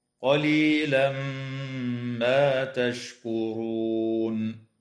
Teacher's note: يدغم التنوين في الميم مع الغنة في قوله تعالى قليلا ما